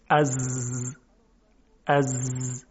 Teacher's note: در مورد حرف ز هم همین اتفاق میفته، فقط تفاوتش اینه که در حرف ز یا زای تارهای صوتی مرتعش میشن. از علاوه بر اون، خود زبان هم لرزش داره، ارتعاش داره.